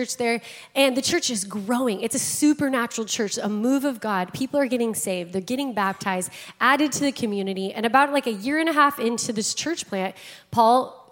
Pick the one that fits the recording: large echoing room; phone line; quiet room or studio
large echoing room